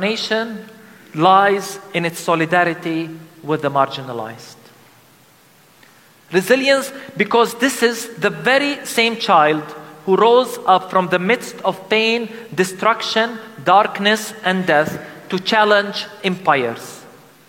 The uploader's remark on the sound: The sermon was delivered during a special Christmas service called "Christ in the Rubble: A liturgy of Lament". At the Christmas Lutheran Church in Bethlehem.